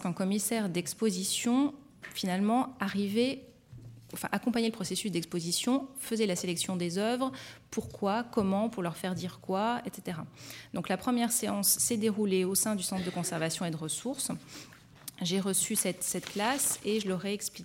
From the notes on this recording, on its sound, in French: Intervention enregistrée le 17 février 2014 dans le cadre du colloques « Le conservateur du patrimoine, acteur de l’Education artistique et culturelle ».